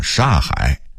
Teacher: 北京人在说什刹海的时候，因为语速快，会把什刹变成一个音煞。 · Term: 吞字